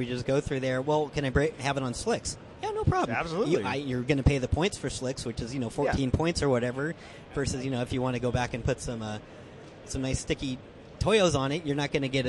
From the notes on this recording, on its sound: Live from the 2015 SEMA show.